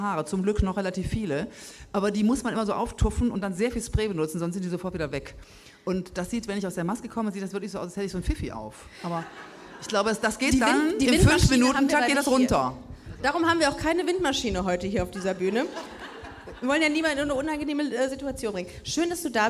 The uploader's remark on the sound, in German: Busenfreundin LIVE im Rahmen des Cologne Comedy Festivals. In der Location Bogen 2 in Köln.